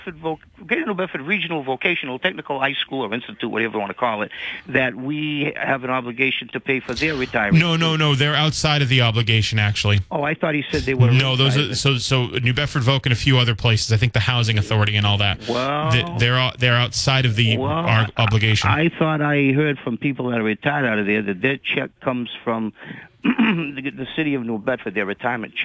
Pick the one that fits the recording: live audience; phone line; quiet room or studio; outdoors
phone line